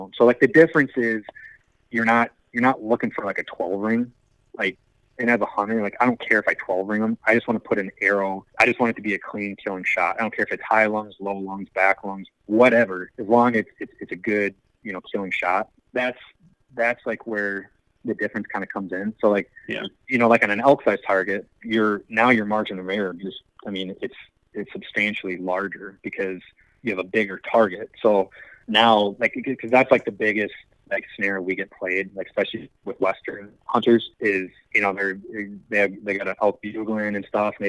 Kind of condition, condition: link, phone line